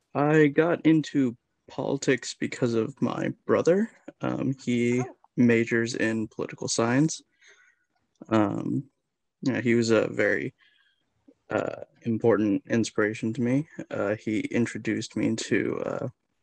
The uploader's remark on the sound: This podcast was recorded on Zoom for the safety of the host and guests. Patience from listeners regarding technical difficulties is appreciated.